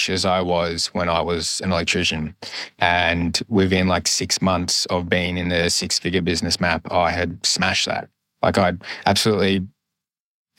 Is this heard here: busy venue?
no